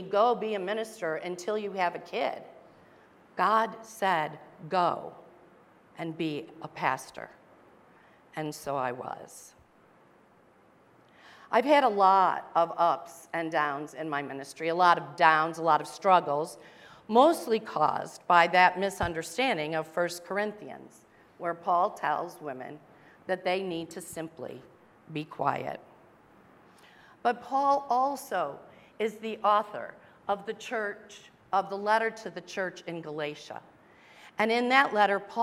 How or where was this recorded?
large echoing room